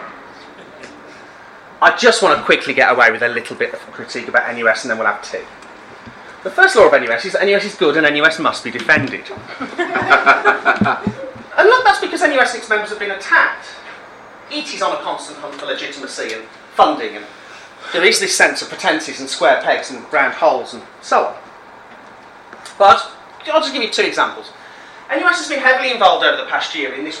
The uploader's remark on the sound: speaks at the SRHE Student Experience Network event Student Unions and the Changing Nature of Student Leadership in the UK